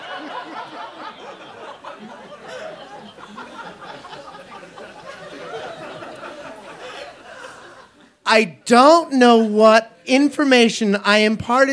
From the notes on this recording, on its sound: This story was recorded live on 21 February 2018 in Denver, Colorado.